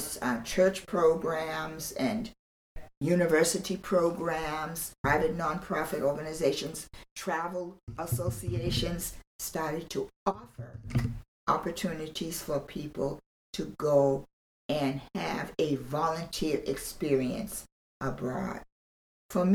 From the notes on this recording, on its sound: Bear with me as audio is bumpy - this is a previously recorded interview.